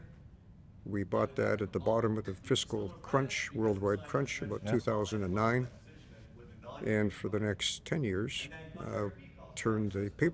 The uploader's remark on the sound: This episode was recorded in December at a MIRA event held at UA Local 170's Hall. The HALL PODCAST studio was recreated in the hall for guests to join.